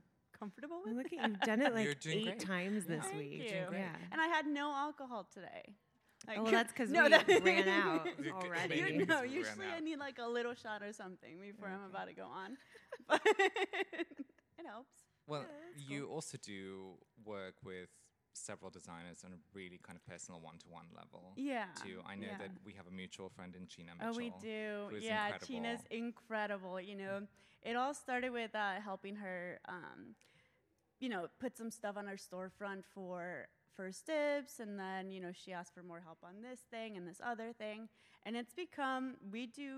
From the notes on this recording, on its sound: Talk live from NYC Jewelry Week 2022 Headquarters at Industry City. It's live, it's unedited, and it really bloody ROUGH!